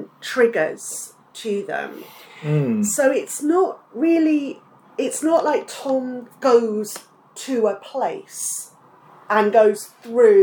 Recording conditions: background noise